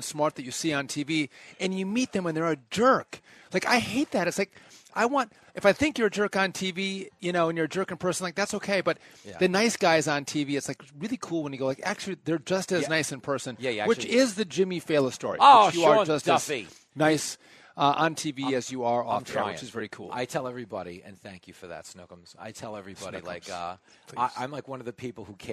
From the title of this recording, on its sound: Live from Nashville to celebrate real American heroes at the 5th annual Fox Nation Patriot Awards